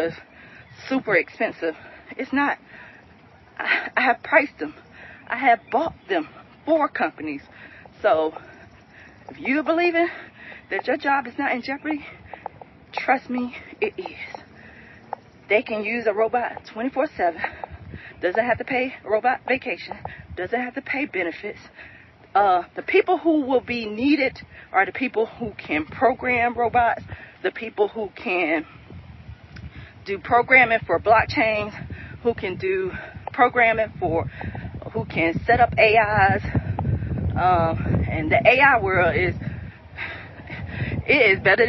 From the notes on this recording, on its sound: I'm walking out here and I'm very precautious of snakes. I am walking in the park while recording.